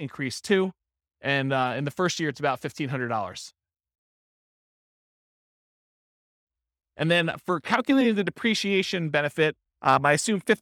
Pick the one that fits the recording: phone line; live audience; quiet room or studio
live audience